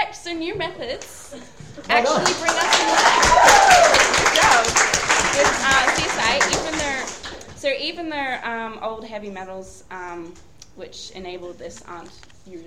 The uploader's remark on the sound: Live in front of an audience at YSA Melbourne's Open Day.